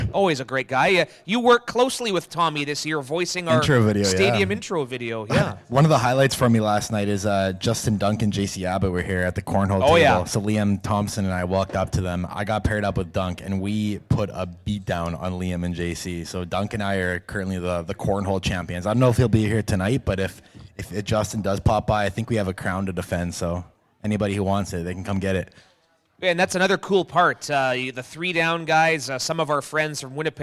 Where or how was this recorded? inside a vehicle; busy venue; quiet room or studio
busy venue